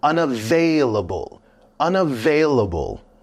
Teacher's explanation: And with that long word, unavailable, the stress is actually at V-A-I